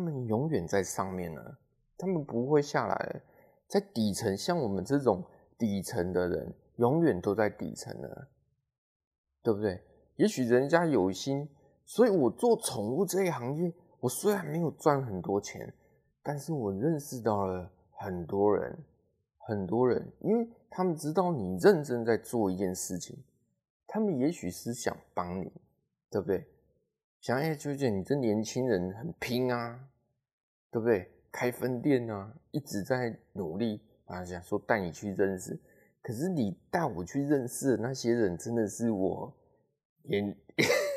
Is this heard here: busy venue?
no